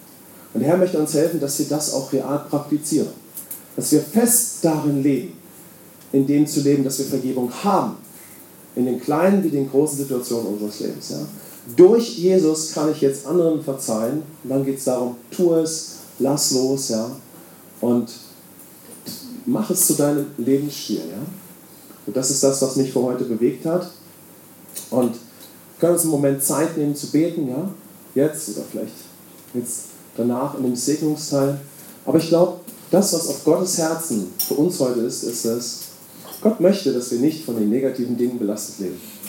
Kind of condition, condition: fault, poor sound quality